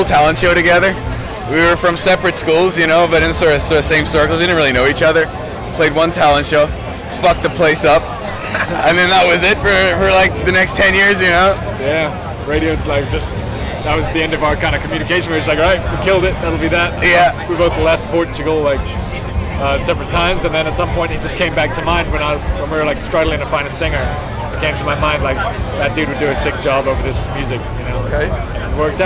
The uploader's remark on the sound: Bloodstock 2023 Interviews